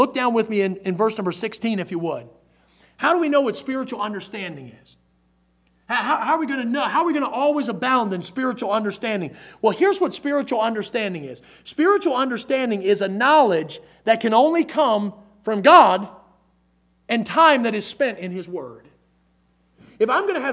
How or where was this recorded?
large echoing room